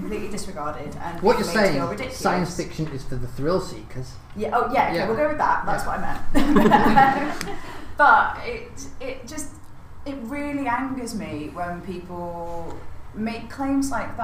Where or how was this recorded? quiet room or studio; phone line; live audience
live audience